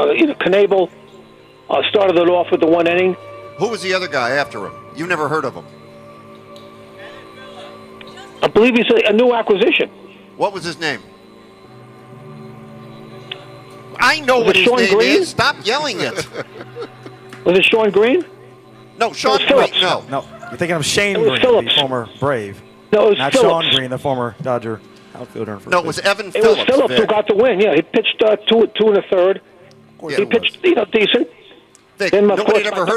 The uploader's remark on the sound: broadcast live from the Third Street Promenade in Santa Monica